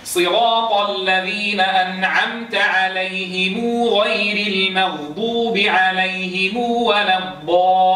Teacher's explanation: يصلون ميم الجمع هذه بواو فينطقونها · Term: صلة ميم الجمع